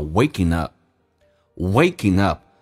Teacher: ing 结尾把 g 去掉，可以用 in 进行连音